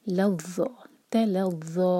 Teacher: ضا پر فتحہ ساتھ میں الف، یا کے اوپر الف ہے تو یا کینسل ہو گئی، تو الف اب یہ مد طبعی کے لیے ہے. دو حرکہ لمبا کریں گے اور شدہ ہے ضا پر تو اسٹرانگ پڑھیں گے